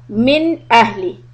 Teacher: Remember, the rule of Izhar is when you say the Noon, you say it clearly. The tongue and the teeth have to connect. And you should not stay on the sound.